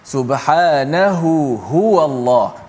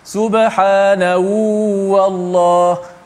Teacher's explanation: huruf ha itu memang huruf yang jauh huruf yang paling jauh daripada mulut · Shown in: first take · maka kesukaran tu tetap uh, dirasai tapi dah biasa latihan jadi